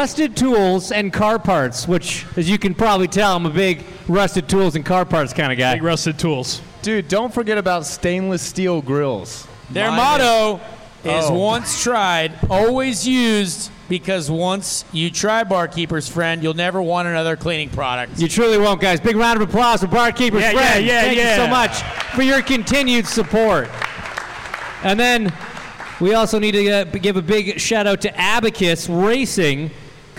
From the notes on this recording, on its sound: The live event from Monday night at Sun King Brewing. All on one stage.